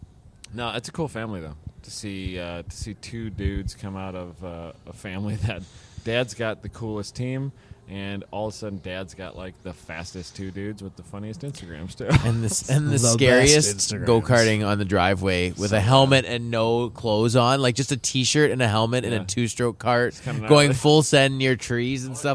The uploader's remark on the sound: We're still at COTA